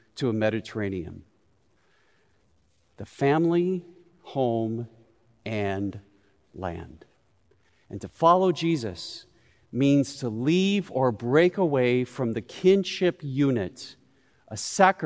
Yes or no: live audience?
yes